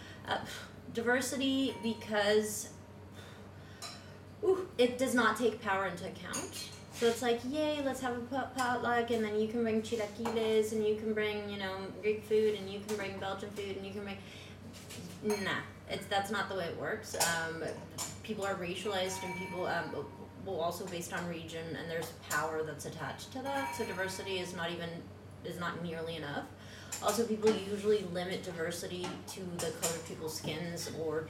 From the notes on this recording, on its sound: Live at Night of Arts and Sciences